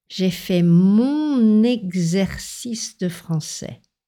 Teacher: Ici, on a une liaison en N.